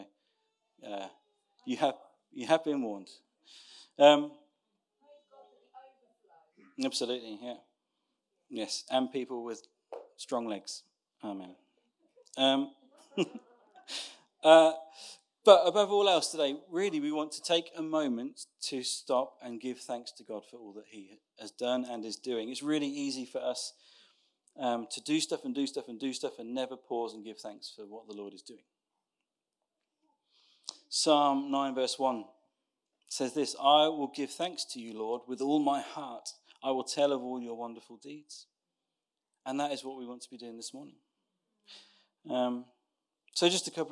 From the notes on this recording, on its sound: Recorded Sun 17th Sept at Saxon Hall, Raunds